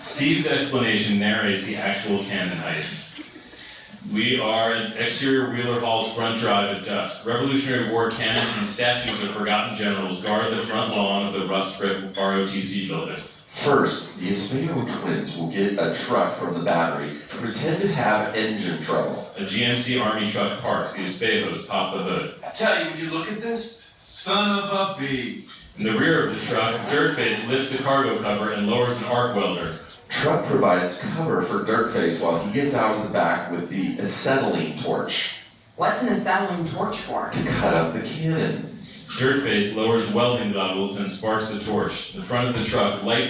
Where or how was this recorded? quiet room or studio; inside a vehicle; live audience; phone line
live audience